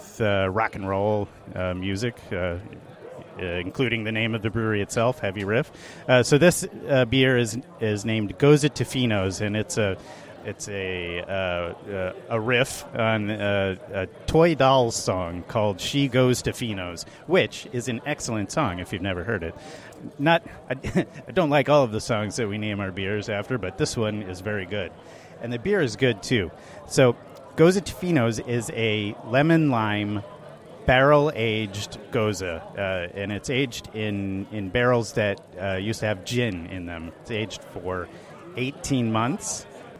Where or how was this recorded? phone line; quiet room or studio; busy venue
busy venue